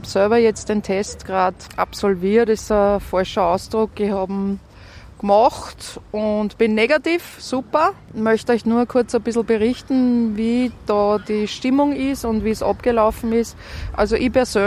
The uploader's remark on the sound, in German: hören Sie eine Audio-Collage von Interviews, die wir beim Reindorfgassenfest im September 2020 geführt haben